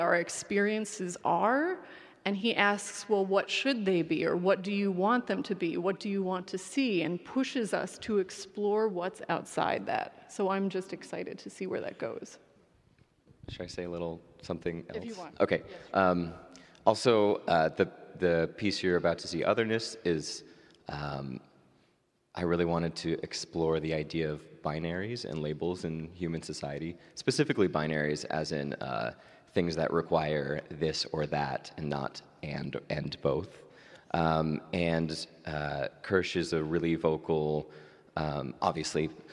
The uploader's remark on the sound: LIVE from San Francisco Ballet’s Unbound Festival.